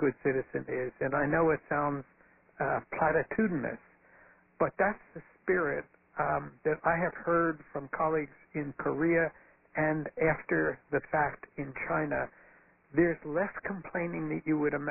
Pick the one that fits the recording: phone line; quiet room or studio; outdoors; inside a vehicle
phone line